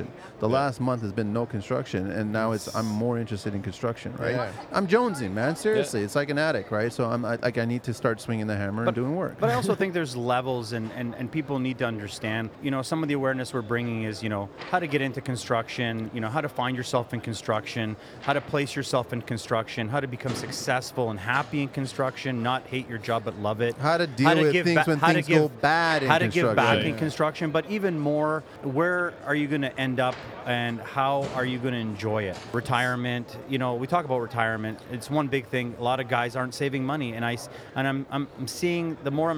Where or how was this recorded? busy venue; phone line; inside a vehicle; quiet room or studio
busy venue